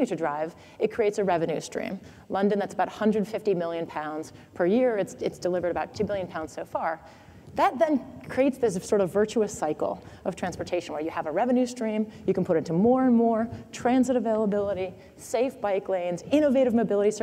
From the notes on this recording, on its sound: The best of live interviews from GreenBiz events.